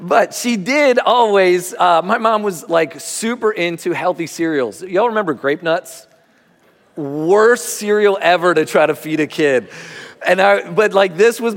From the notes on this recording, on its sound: Recording of Sunday gathering on September 17th, 2023.